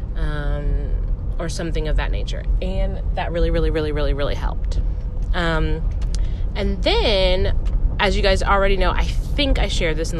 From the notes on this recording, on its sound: the vibrations in my voice from recording while driving